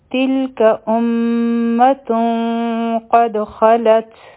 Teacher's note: په دال باندې به قلقلا کوو ځکه چې په دې سکون دی